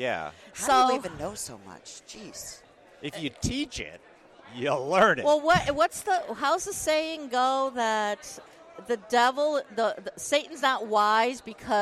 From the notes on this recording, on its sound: We got to talk to so many amazing people while recording in the Ivolcar Ballroom. It was so good to be back at LMT Lab Day Chicago back in February! We got to talk to so many amazing people while recording in the Ivolcar Ballroom.